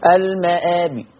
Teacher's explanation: وطالما انك عملتها بدل، ما انا بقرا البدل 2 يبقى لازم اقف عليها ب2 مع الروم، قصر مع الروم